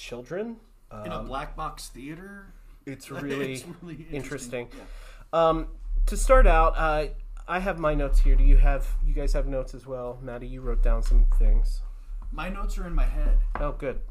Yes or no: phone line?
no